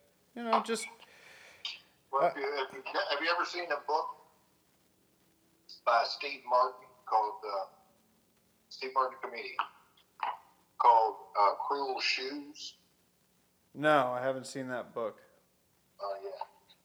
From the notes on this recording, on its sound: Phone Call With My Dad.